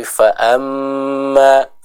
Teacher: hukum gunnah, yaitu khususnya pada huruf mim yang bertasydid. Maka di sana kita tahan dulu, jangan terlalu terburu-buru dalam membacanya ya.